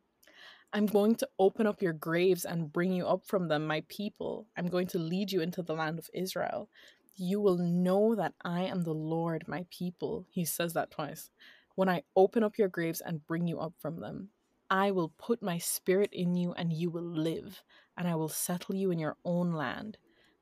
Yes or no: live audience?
no